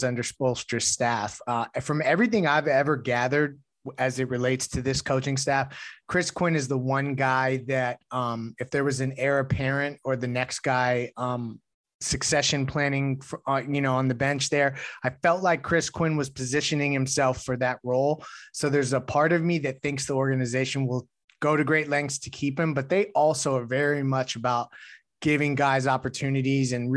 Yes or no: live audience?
no